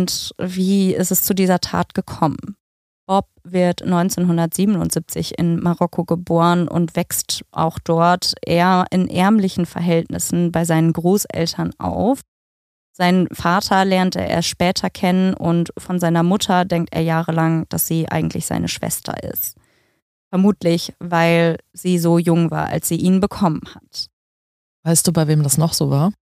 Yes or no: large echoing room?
no